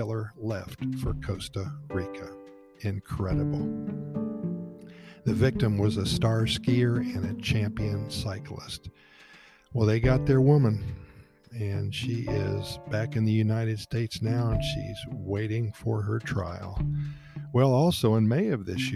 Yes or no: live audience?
no